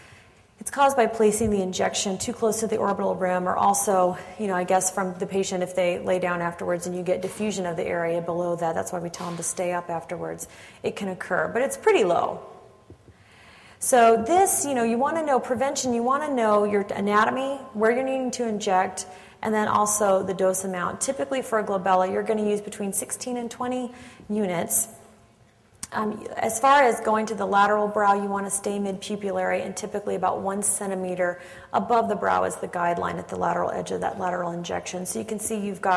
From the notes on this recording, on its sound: Audio podcast from the 6th Annual Fall Coference in Tampa, Florida.